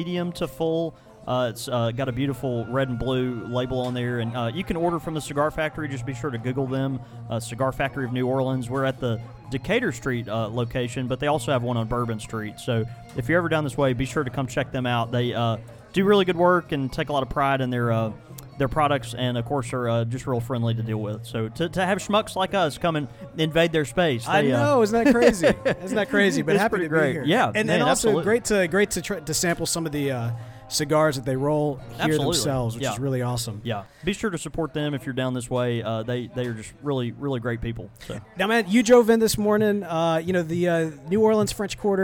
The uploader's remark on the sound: This episode was broadcast live from The Cigar Factory in the New Orleans French Quarter!